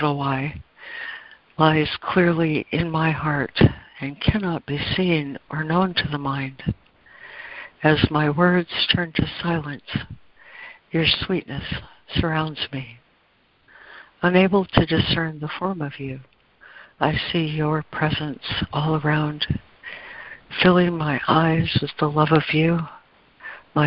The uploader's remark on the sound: ACIM Daily Conference Call